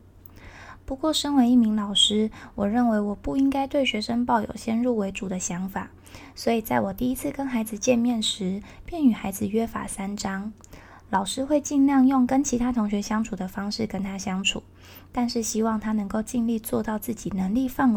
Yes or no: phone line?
no